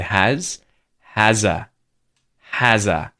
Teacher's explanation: you're going to link has and the word a with the Z sound at the end of the word has